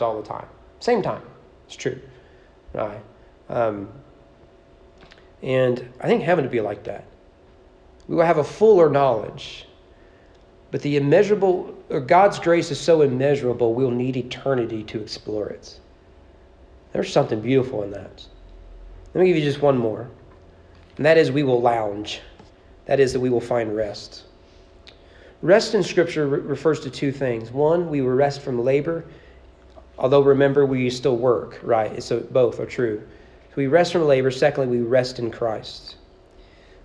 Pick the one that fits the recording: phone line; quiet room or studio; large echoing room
large echoing room